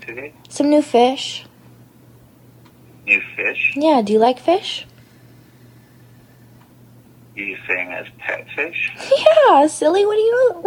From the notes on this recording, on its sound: Phone Call. This episode is yet another recorded conversation.